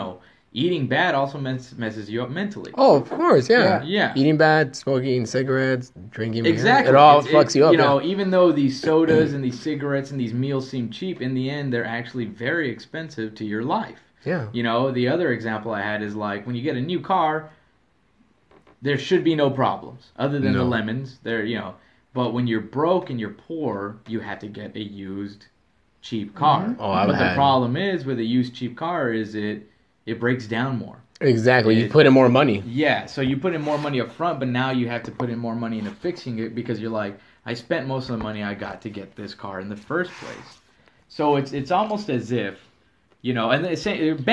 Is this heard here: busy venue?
no